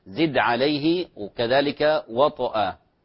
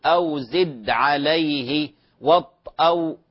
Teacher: الدال في قوله تعالى زد عليه، الدال ساكنة والطاء ساكنة، ففيها قلقلة. · Shown in: first take · أو زد عليه، وكذلك وطأ، طبعا الطاء فيها قلقلة، يعني مستوى القلقلة فيها أكثر، مستوى القلقلة فيها أعلى.